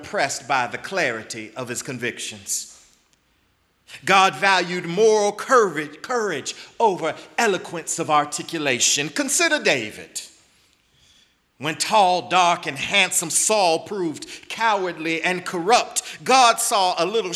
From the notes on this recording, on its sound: in the Memorial Church at the Knafel Center